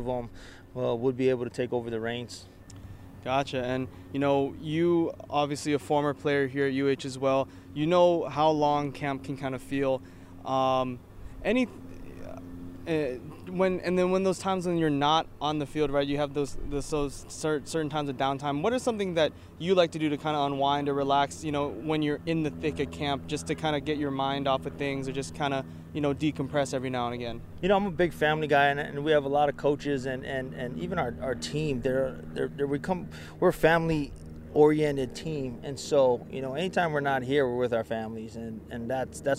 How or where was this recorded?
outdoors